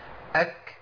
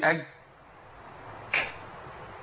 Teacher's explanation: لازم الهمس يبقى مع الكاف مصاحب ليها · Shown in: first take · اك لازم يبقى مصاحب، ما اقولش اج، انا كده جبت جيم والهواء اللي جه بعد كده او النفس ملوش لازمه، لازم يبقى في المخرج.